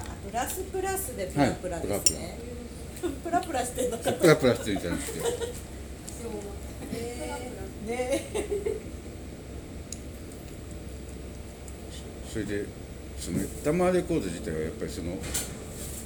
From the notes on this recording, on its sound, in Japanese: Dining Cafe Olive ドラム教室後の会話。花小金井にあるDining Cafe Olive さんで、行われているドラム教室を体験してきました。その時の教室後の会話を録音してきました。